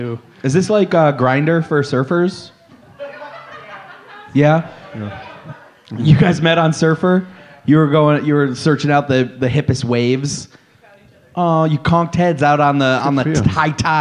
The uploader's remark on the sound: LIVE from the Ant Hall! Recorded LIVE at the Planet Ant Podcasts official launch party.